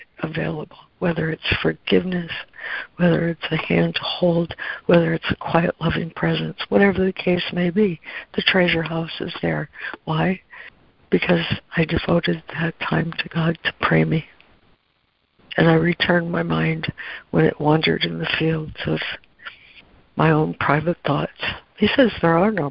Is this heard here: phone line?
yes